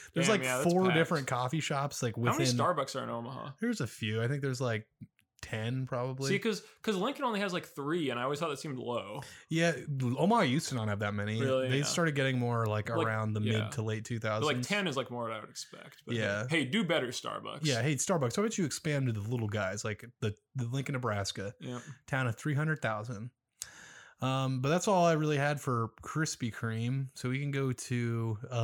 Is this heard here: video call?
no